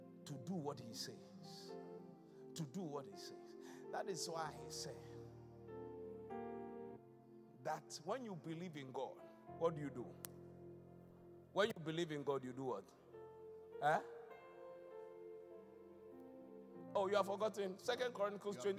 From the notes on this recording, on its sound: Preached at the Qodesh.